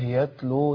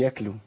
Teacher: لابد وأن نظهر التاء. وإلا تطلع كاف · Shown in: first take